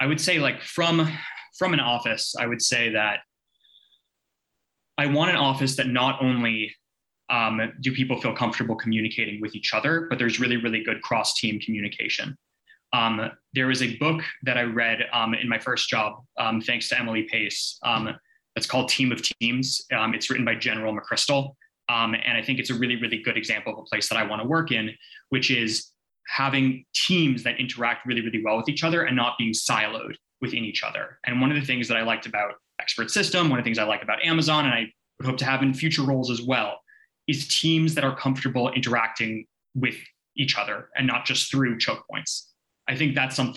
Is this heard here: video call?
yes